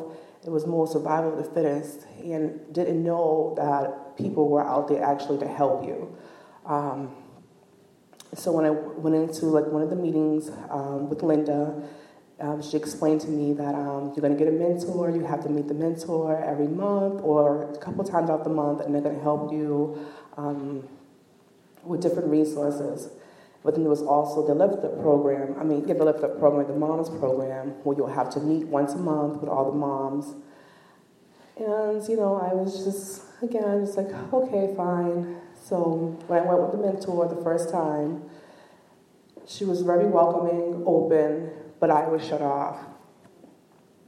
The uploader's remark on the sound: we invite two guest speakers into the pulpit